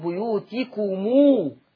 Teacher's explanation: ميم الجمع إذا جي وراها همزة القطع، ورش عن نافع يجيب الميم يزودها بواو